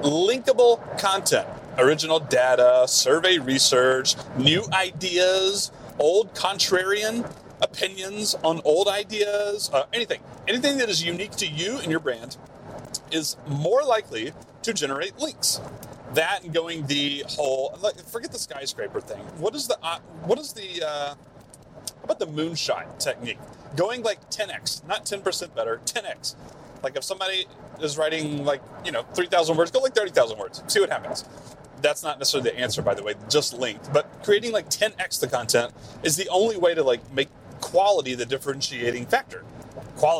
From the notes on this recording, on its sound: BONUS CarCast. Apologies in advance for the bad audio quality. This was recorded in a car.